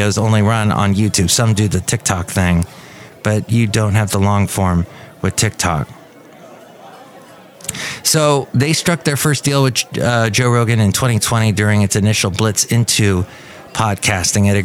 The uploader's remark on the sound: Podcasts live from Café Anyway.